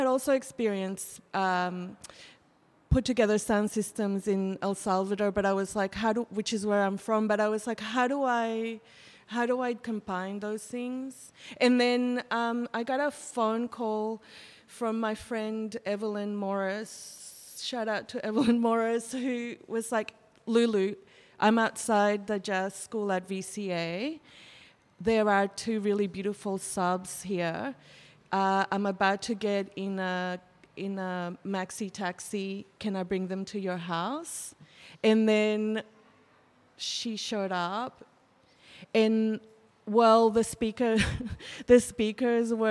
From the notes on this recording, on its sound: Live public conversations in the gallery focused on the renegade party and protest culture in Sydney.